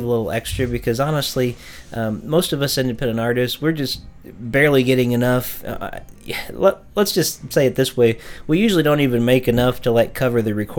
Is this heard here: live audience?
no